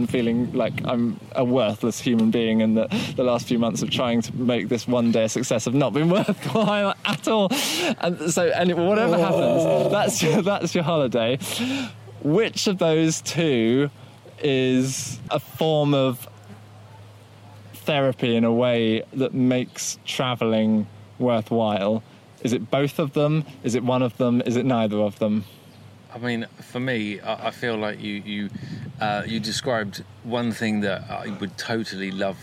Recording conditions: outdoors